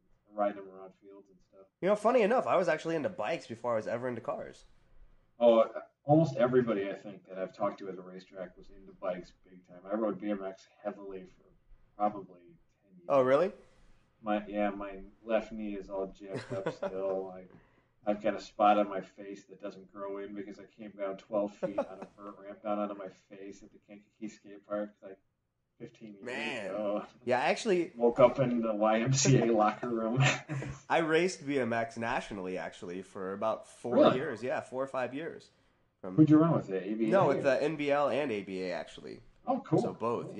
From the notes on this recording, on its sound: The fellas record terrible audio on accident.